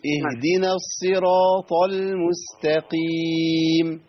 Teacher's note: نفخم بقى الطاء ماشي ونرقق التاء ماشي